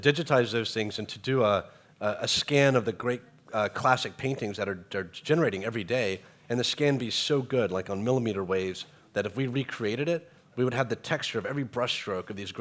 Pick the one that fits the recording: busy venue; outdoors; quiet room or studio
busy venue